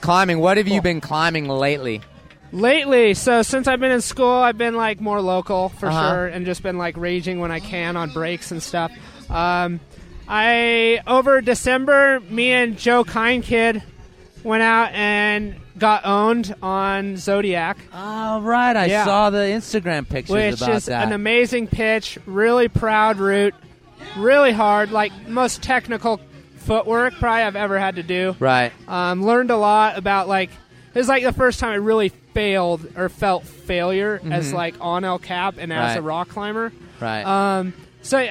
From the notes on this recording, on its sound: We blaze through four separate mini-interviews with four excellent climbers recorded at the 2014 Redrock Renedezvous.